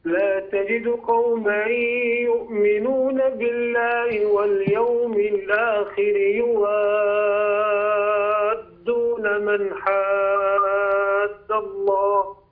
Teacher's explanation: يوادون وحاد، المد فيهما ست حركات